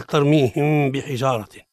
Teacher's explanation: الإخفاء الشفوي بإطباق الشفتين دون تفريج بينهما عند النطق بالإخفاء